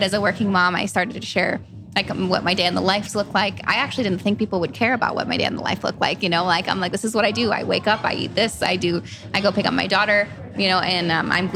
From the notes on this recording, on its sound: We’re live at Café Lola in Las Vegas.